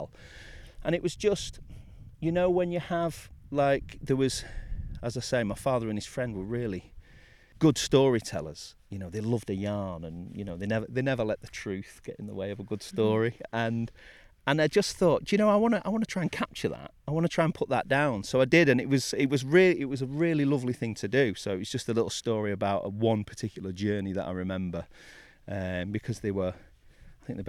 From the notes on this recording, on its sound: This interview was recorded in four parts. We met at the Winter Gardens in Sheffield for coffee and lunch before heading to a Millenium Gallery store for a private tour of a selection of stunning landscape art exhibitions. A few weeks later we met in Edale for a short walk on Kinder Scout where we recorded outside close to Jacob’s Ladder. Finally, we met at the Penny Pot Cafe in Edale for a sketching tutorial and lots of coffee!